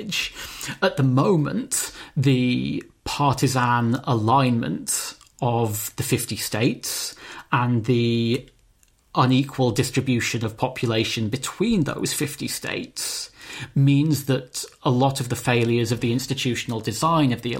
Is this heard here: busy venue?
no